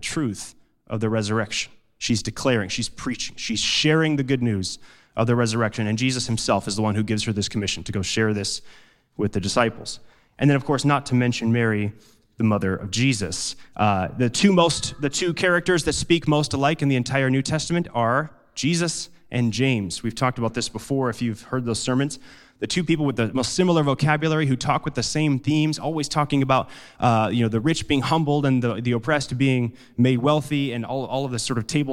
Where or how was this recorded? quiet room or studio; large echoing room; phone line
large echoing room